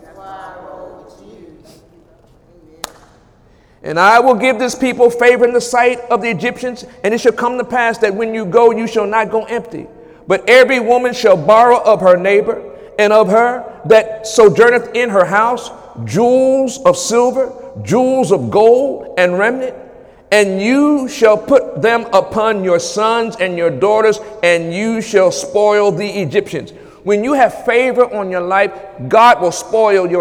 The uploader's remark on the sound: During Wednesday night service